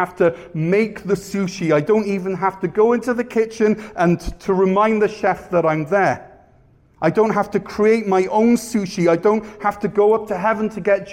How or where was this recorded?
large echoing room